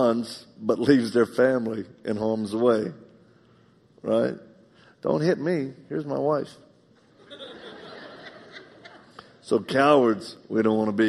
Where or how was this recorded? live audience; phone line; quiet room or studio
live audience